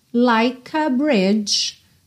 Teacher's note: Like a bridge, like a, like a, porque o E do like não é pronunciado, ok? Então, você já junta o K no A